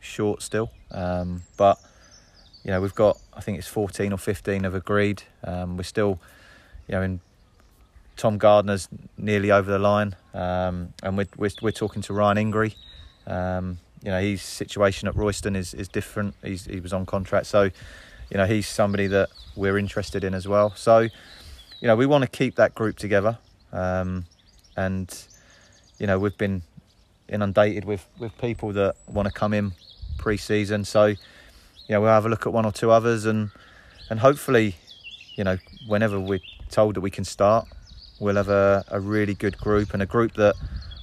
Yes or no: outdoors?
yes